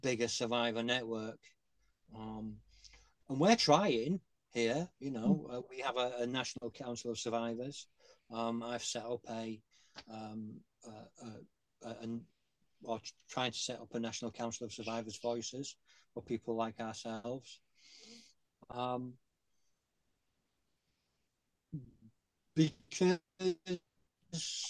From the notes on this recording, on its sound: An enlightening Zoom call conversation. This virtual gathering provided a platform for these remarkable individuals to share their unique insights and experiences.